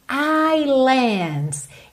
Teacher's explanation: Esse S é mudo, completamente mudo, ok? Essa palavra ilha, aqui no caso está no plural, ilhas, islands em inglês, esse S é mudo. Isso não é comum em inglês, tá?